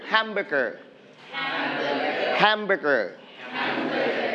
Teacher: We are going to stress on the first syllable.